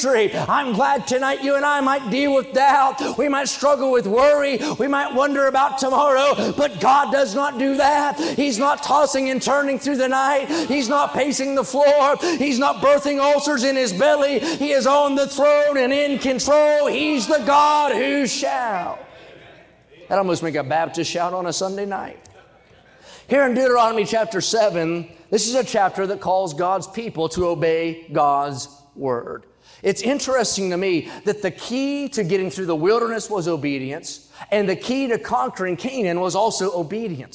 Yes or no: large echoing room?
yes